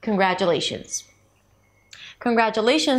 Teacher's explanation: While the lay is the primary stress, it's also higher in pitch. · IPA: kənɡrædʒəˈleɪʃənz